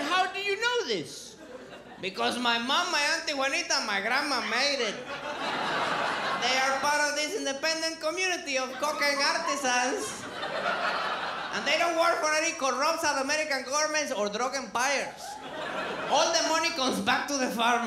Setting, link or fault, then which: setting, live audience